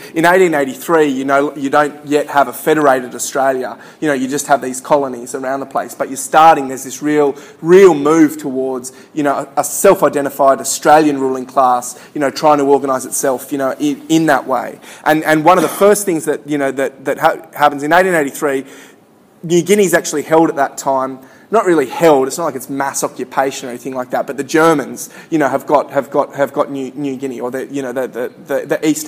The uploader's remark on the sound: Recorded at a Solidarity meeting in August 2013.